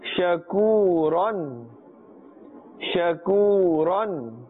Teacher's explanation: here do not stretch the sound of the sheen and say sha sha, this is incorrect.